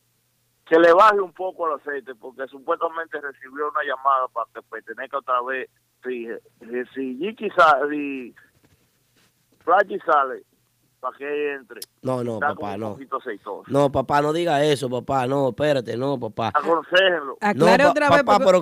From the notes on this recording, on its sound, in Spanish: Llamada del Público